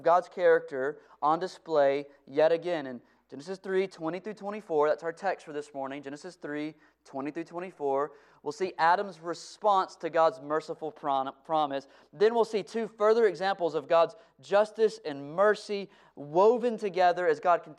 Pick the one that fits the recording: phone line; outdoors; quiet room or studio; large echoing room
large echoing room